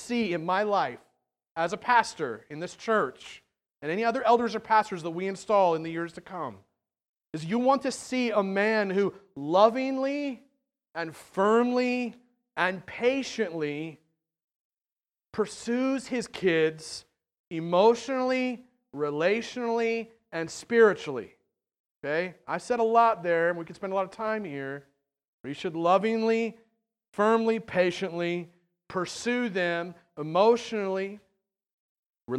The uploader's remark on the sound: At The Well, an Acts 29 and Converge Heartland Church in Hastings, NE. This sermon is longer than normal due to two members going through elder-ship sharing their stories.